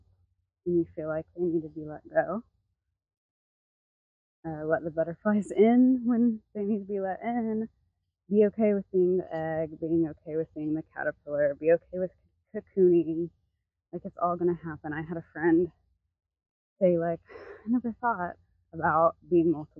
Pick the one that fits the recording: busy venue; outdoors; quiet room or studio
outdoors